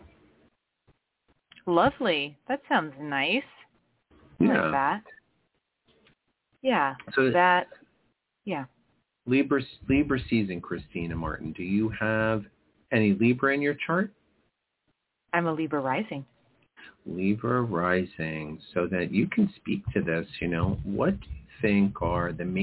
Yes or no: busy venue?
no